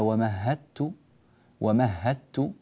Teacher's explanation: الآية الرابعة عشرة في قول الله تبارك وتعالى ومهدت، ومهدت، الدال هنا جاء بعدها تاء، فالدال تدخل في التاء دخولا كاملا فيتحدان تماما ولا يعود للدال أي أثر في النطق أبدا. ومهدت، هت من هاء لتاء مباشرة من غير مرور بالدال في الوسط تماما نهائيا ولا ريح من الدال. ومهدت له تمهيدا، هذا اسمه الإدغام الكامل.